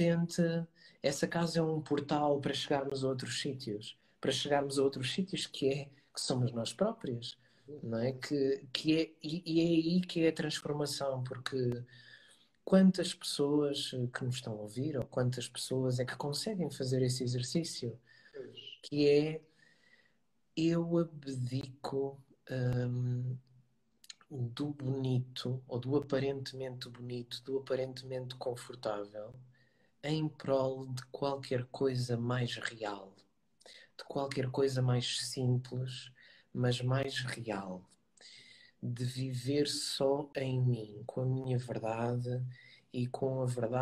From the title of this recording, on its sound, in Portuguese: Conversa Live IG